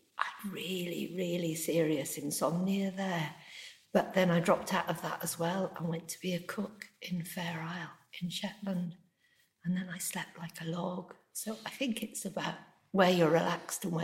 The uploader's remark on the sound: This episode was recorded upstairs at her local book shop The Bound which was quite an echoing room.